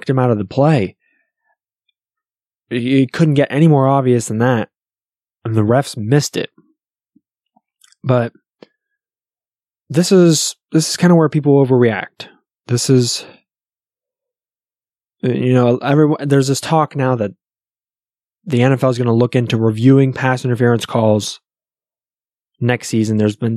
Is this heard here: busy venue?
no